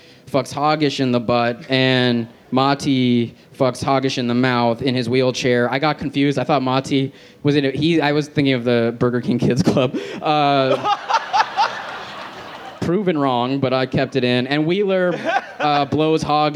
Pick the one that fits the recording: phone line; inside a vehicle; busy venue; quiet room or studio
busy venue